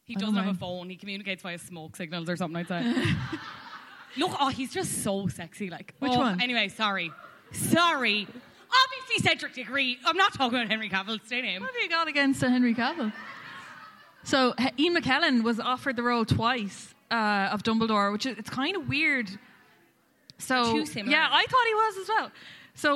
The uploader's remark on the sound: Live at Liberty Hall